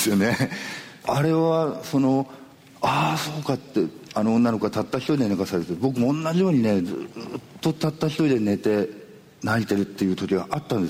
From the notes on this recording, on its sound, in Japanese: 小豆島で「喋楽苦（しゃべらく）」と題して行われたトークイベントの模様をお送りします。